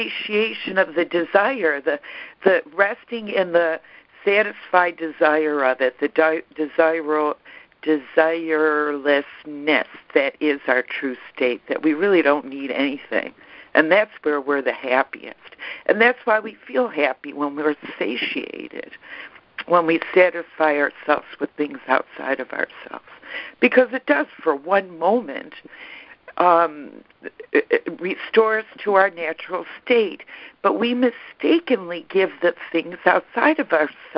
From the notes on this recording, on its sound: ACIM Daily Conference Call.